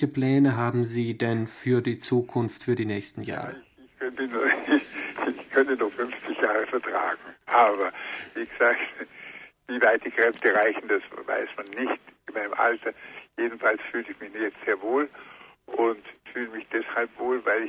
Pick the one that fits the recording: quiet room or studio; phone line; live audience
phone line